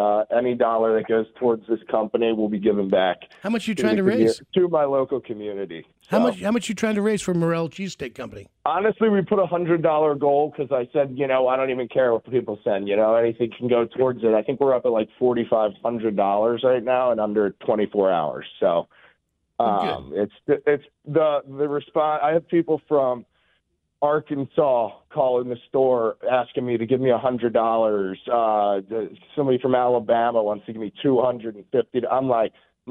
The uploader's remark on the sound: We got him on the phone this morning